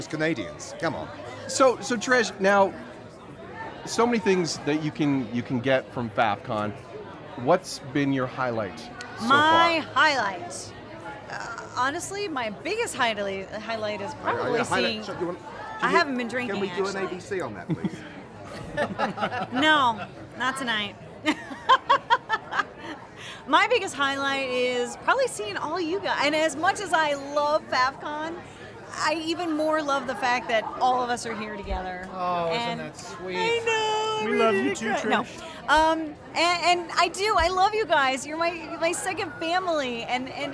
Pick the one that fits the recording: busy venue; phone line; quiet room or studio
busy venue